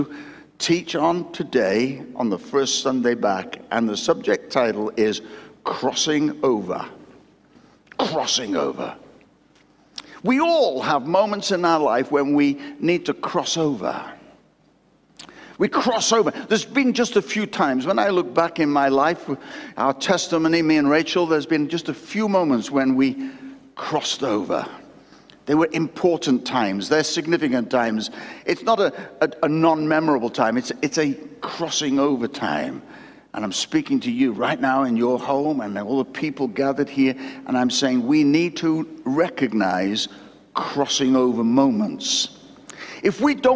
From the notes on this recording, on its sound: recorded at Destiny Christian Church, Wakefield, UK WF1 4AF on the 25th July 2021.